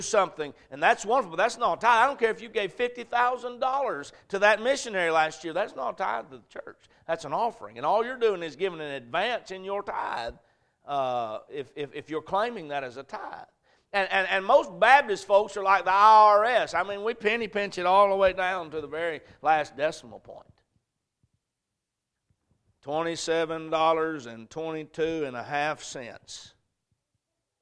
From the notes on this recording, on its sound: A message preached at Crossroads Baptist Church